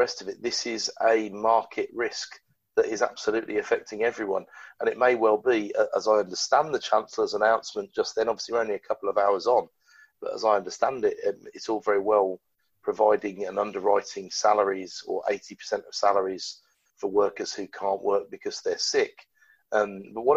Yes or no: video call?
yes